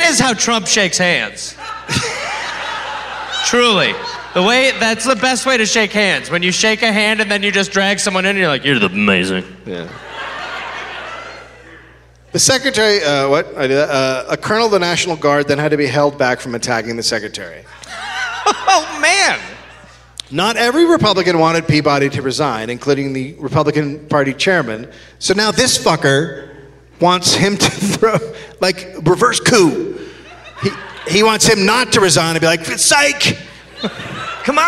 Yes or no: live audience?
yes